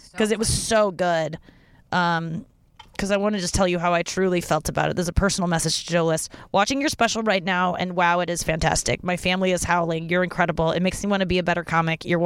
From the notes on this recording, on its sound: in the car